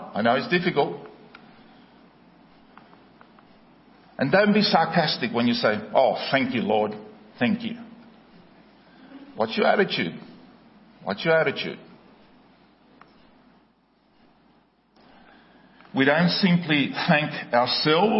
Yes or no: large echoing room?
yes